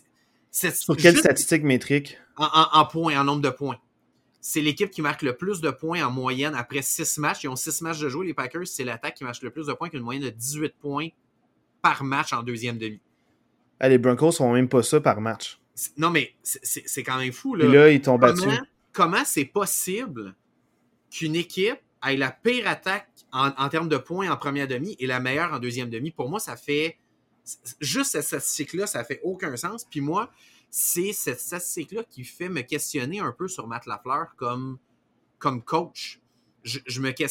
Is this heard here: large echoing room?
no